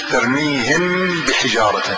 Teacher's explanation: ميم يعني تقول من بعد، النون بتروح، لأن علماء التجويد يقولوا تقلب ميما مخفاة، ميما مخفاة، الميم مخفاة مثل ترميهم بحجارة، الميم تخفى بوسط الباء · Term: ميم الإخفاء الشفوي